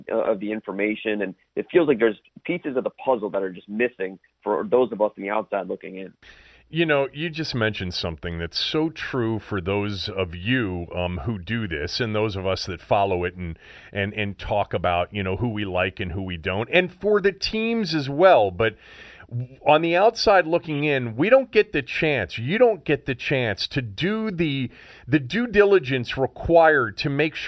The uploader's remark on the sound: was in Augusta and called in to talk about it